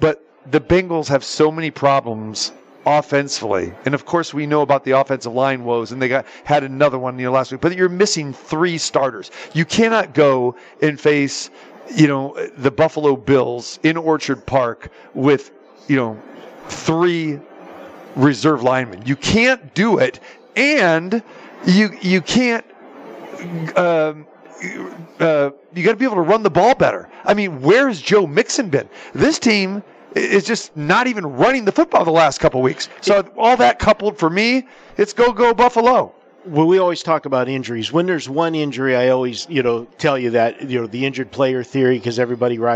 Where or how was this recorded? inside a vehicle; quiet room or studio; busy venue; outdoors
busy venue